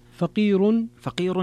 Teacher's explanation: فقير فيها ترقيق الراء لورش